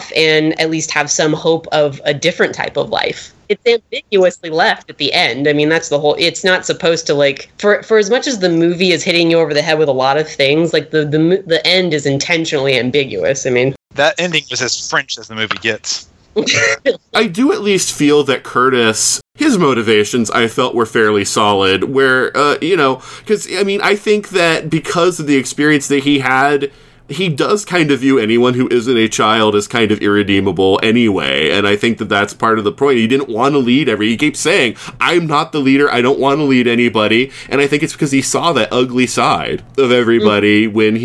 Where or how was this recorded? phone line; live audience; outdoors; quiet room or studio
quiet room or studio